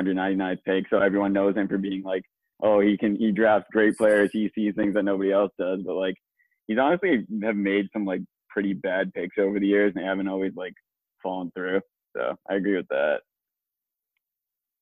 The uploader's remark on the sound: I also would like to apologize for the bad audio quality from recording on zoom.